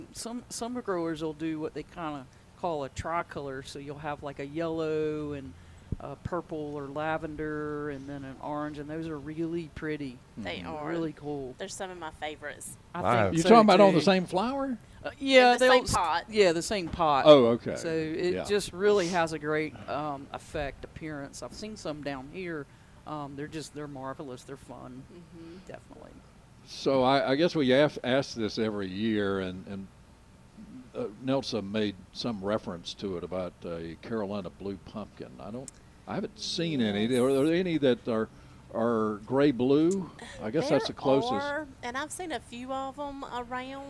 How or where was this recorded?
busy venue